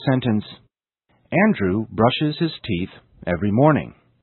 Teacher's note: The function word his only makes the sentence grammatically correct. So his is unstressed. The other words are stressed.